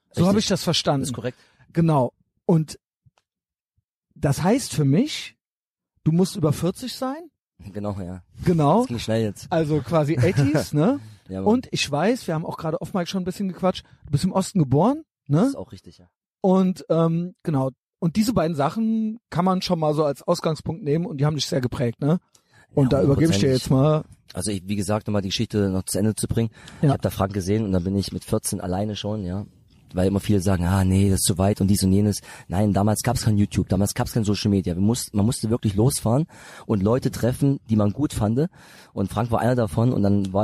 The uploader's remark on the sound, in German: Aufgenommen im Garten